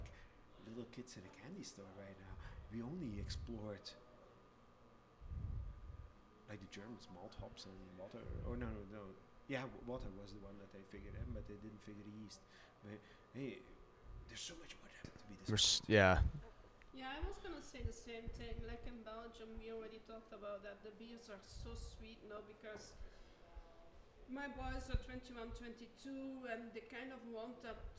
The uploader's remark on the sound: Join me for a beer beside the barrels. The audio is a touch squirrely on this one.